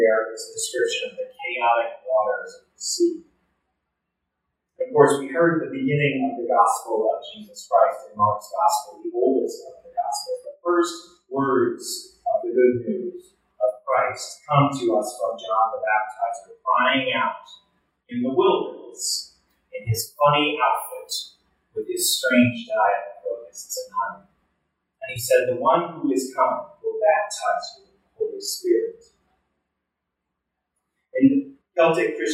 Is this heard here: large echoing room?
yes